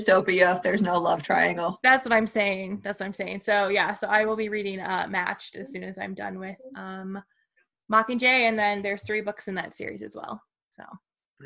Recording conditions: video call